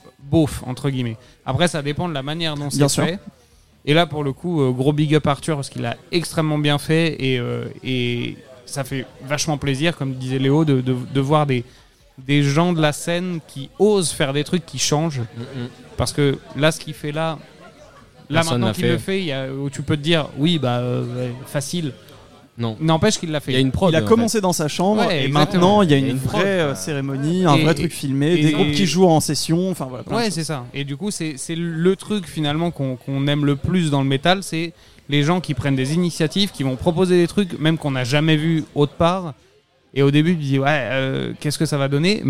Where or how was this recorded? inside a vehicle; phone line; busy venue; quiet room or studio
busy venue